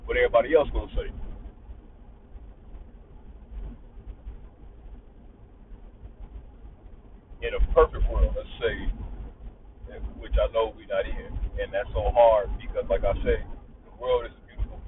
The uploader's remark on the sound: audio is ruff I recorded it in my car while driving